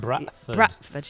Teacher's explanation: I don't pronounce it with a D. It's with a sort of glottal T.